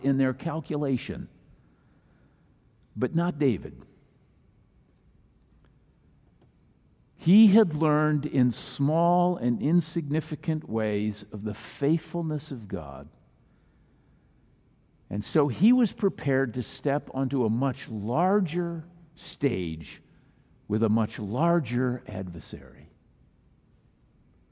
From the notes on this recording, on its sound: Messaged delivered during the Traditional Worship service.